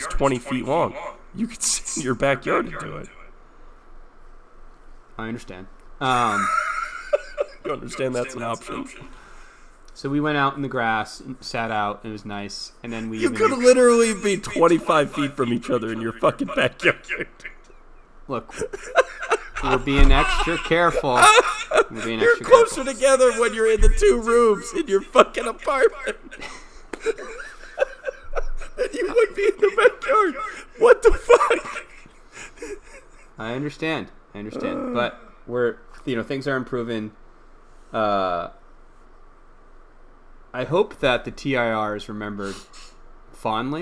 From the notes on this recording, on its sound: You'll hear an echo. I spent an hour editing this episode to get it to this point but it's still rough.